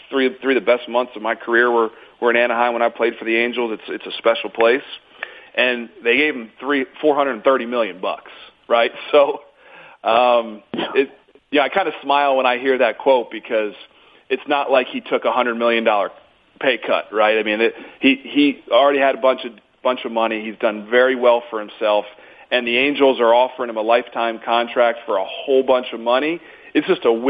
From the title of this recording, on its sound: MLB Conference Call